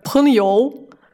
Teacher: пхэн здесь ударный, а йоу безударный, потому что там нет тона никакого